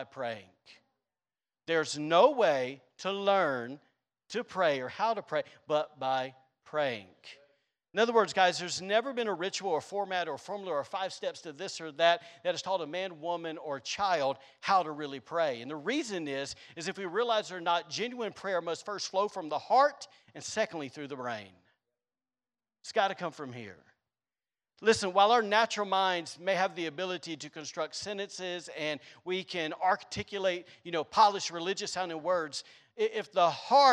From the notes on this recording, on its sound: was recorded on Sunday, April 10th, 2022, during service at The Anchor Church in Rockport, Maine.